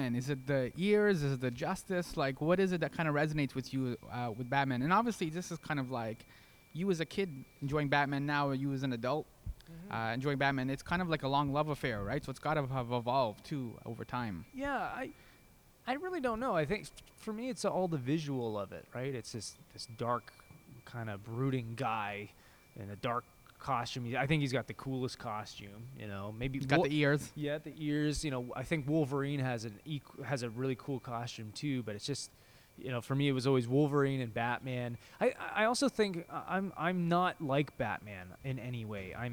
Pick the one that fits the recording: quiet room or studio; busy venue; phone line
busy venue